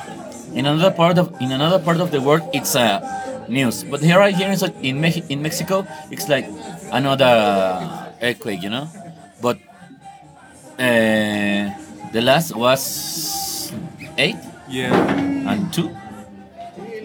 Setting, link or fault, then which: setting, inside a vehicle